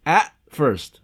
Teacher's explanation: es como que si va a explotar el t, pero lo frustro · Term: consonante frustrada